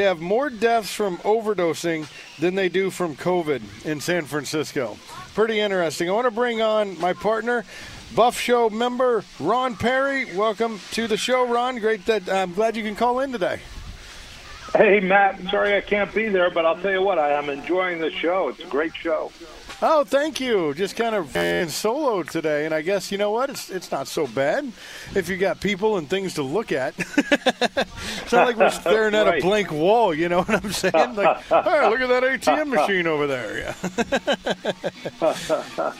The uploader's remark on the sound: Live from the Apopka Art and Foliage Festival. At Kitland Nelson Park.